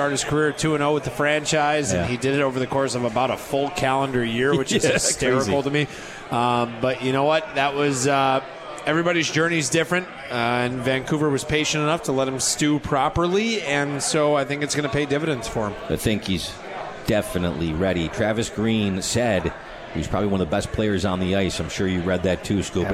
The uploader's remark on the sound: live from The 72 Tavern